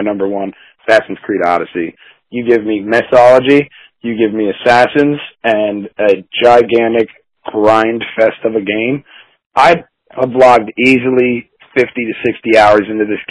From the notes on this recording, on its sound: this time via phone